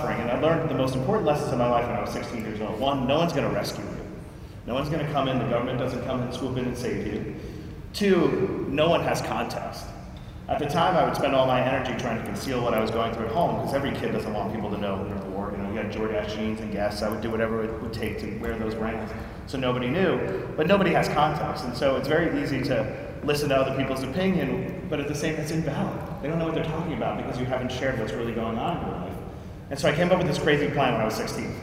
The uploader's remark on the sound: got the opportunity to answer Q&amp;A from the crowd!